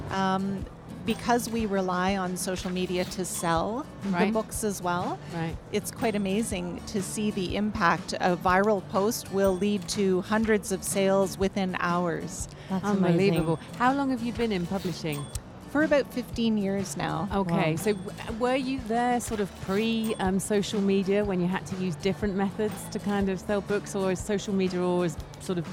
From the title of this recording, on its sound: Live from SIBF 2023